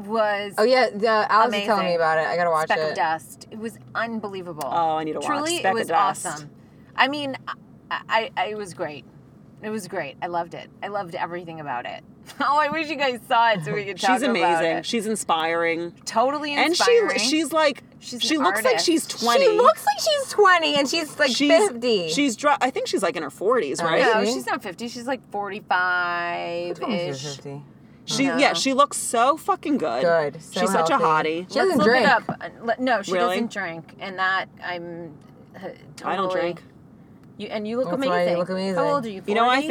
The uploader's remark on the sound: In the CAR.